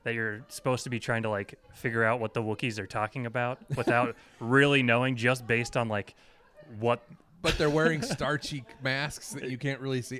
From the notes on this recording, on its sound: live from KramusCon in Boise, ID.